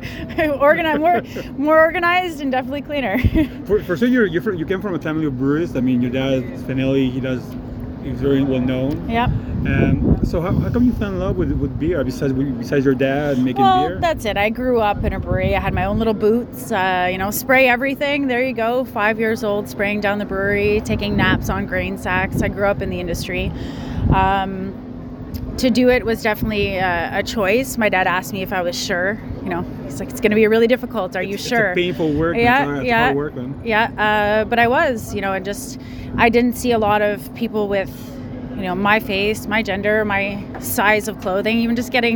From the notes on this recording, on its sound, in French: à l’événement Festival Brassoeurs of Saint-Jean-sur-Richelieu en mars 2023